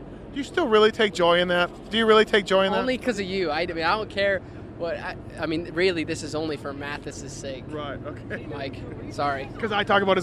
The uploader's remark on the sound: Post race interviews from Dodger stadium